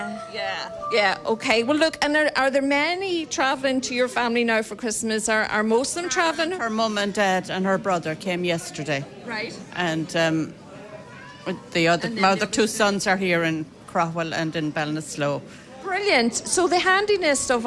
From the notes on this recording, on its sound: A special edition of North West Today, live from Ireland West Airport Knock, to welcome visitors home for Christmas. As the flights from London-Stansted and Liverpool arrive.